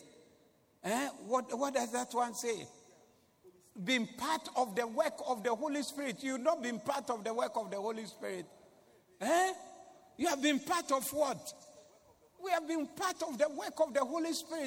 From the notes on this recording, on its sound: Preached at the Doxa Service on 11092022